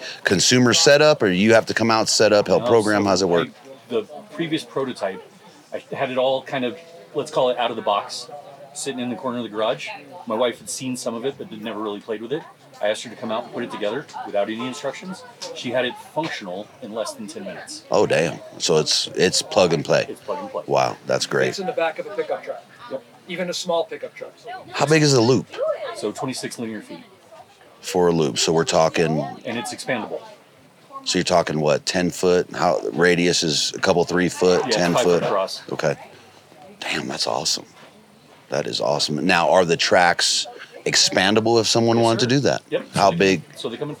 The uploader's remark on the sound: Live from Western Hunt Fest.